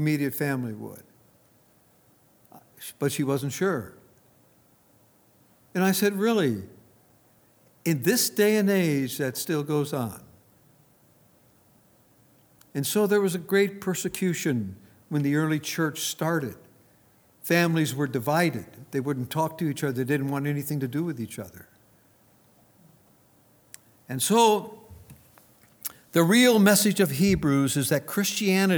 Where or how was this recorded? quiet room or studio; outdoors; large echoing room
large echoing room